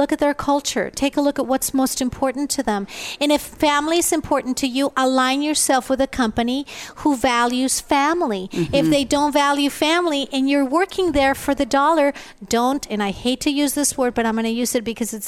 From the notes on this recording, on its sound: Live at the California Women's Conference. Join VoiceAmerica and Special guest Hosts as we Broadcast day 2 Live form the Largest Women's conference in the USA! We will be live for 2 days bringing you all the event action, keynote speakers and VoiceAmerica hosts.